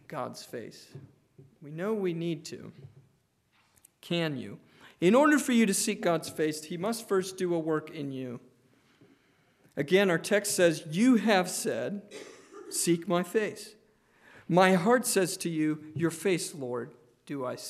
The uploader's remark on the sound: Preached on June 11, 2023 (Evening) at Trinity Presbyterian Church